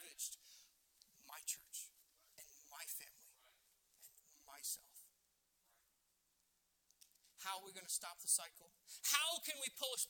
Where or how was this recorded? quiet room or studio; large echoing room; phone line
large echoing room